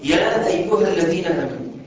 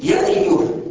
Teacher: لكن مديت الألف مد طبيعي اللي هو الحركتين · Shown in: first take